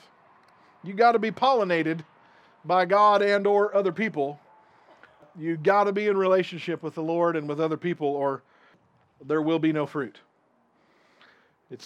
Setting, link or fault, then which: setting, outdoors